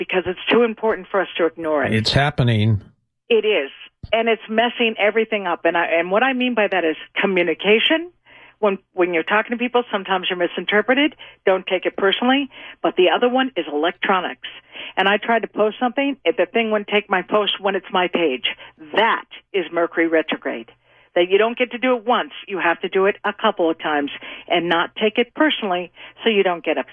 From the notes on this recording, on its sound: as listeners call in to have their numbers read